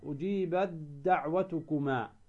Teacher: تدغم التاء في الدال